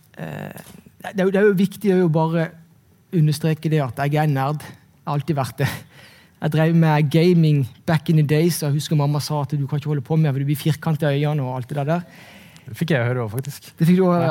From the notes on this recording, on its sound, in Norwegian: Ukens Markedspuls ble tatt opp under Nordnet Investorkveld Stavanger